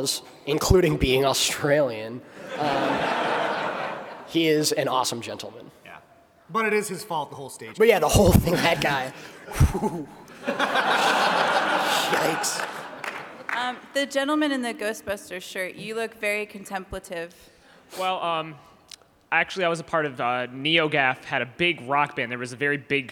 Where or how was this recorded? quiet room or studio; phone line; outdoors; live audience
live audience